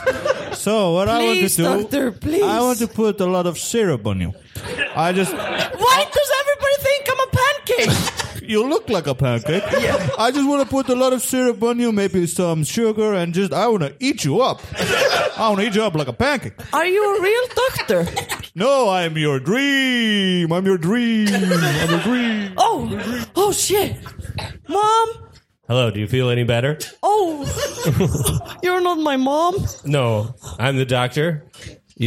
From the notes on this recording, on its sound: Live from Iceland. We performed live at The Secret Cellar as a co-production with Improv Ísland!